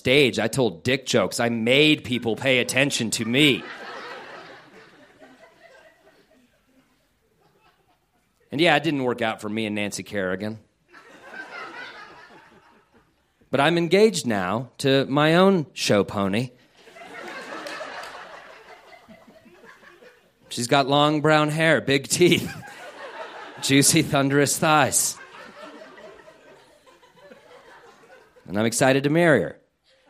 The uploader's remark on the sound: This story was recorded live on 16 December 2015 at Buntport Theater in Denver, Colorado; the theme of the evening was "Siblings."